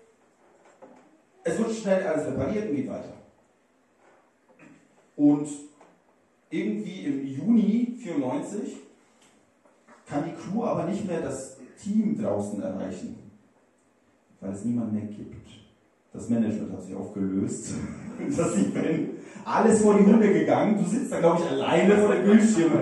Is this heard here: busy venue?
yes